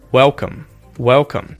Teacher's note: the L in the word welcome becomes the dark L